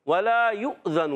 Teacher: یا کو حمزہ سے ملائیں گے، یہ واو نہیں پڑھیں گے. ہماری روایت میں واو نہیں پڑھا جاتا، دیگر کہیں پڑھتے ہیں.